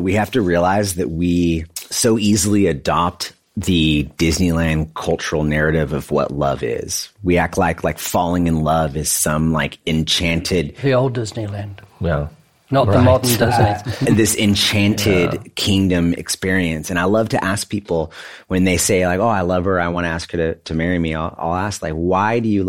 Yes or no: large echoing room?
no